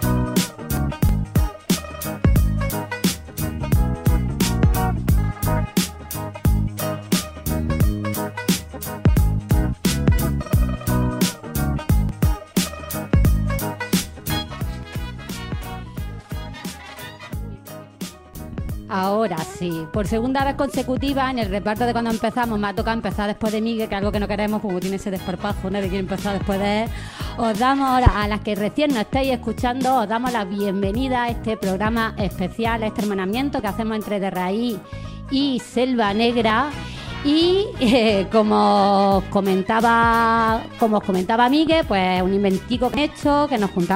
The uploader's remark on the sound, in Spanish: En vivo desde C.S.O. La Redonda. Tardes de radio en vivo en La Redonda.